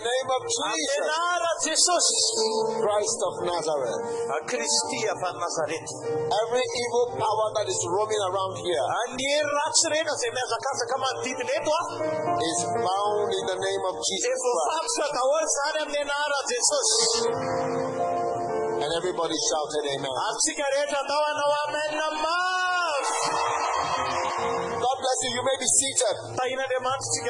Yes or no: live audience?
yes